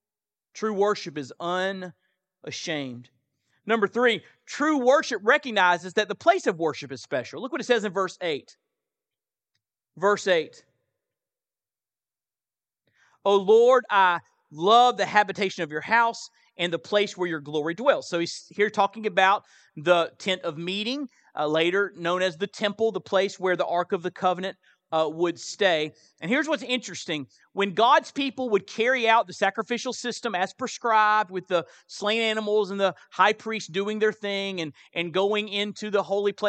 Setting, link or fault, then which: setting, large echoing room